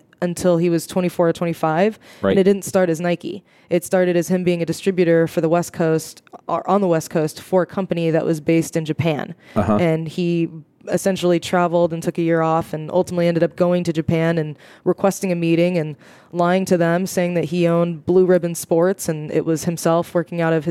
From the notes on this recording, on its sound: Coming to you live from the podcast booth at Microsoft BUILD